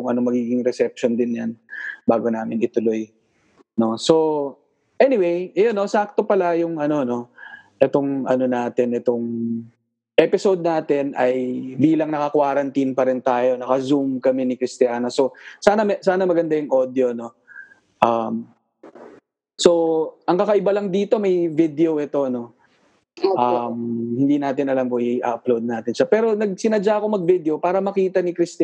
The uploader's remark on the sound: via Zoom